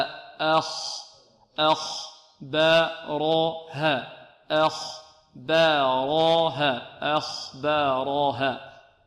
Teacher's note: الهمزة مرققة والخاء مفخمة، لا نقول أخبارها آ لا آ آ أخ أخ بارها أخ بارها أخ بارها.